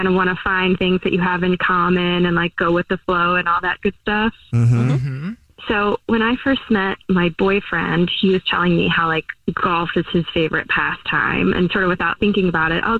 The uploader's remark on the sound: There is a listener on the phone